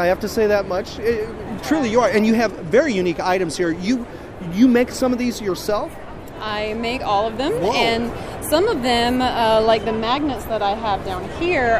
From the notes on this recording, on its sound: recorded at MegaCon